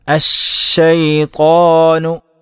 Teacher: അശ്ശൈത്വാൻ എന്ന പദത്തിൽ ഷീനിന് ഷദ്ദുണ്ട്. അതുകൊണ്ട് തന്നെ തഫശ്ശി ഏറ്റവും കൂടിയ തരത്തിലായിരിക്കും, ശക്തമായിട്ടുള്ള ഒരു വിശേഷണം തഫശ്ശി അവിടെ ഉണ്ടാകും.